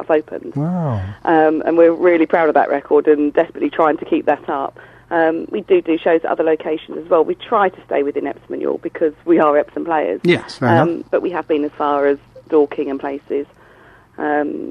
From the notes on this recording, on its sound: joined on the phone